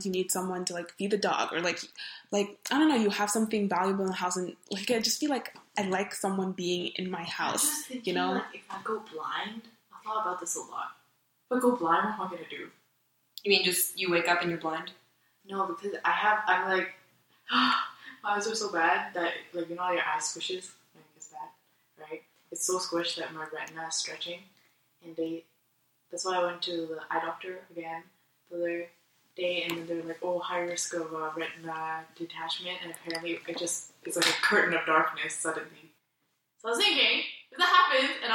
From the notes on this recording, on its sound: we had a lot of people on one mic